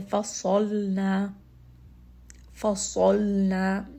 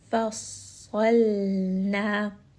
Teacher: sad is heavy, lam is light · Shown in: second take · So quickly make that switch.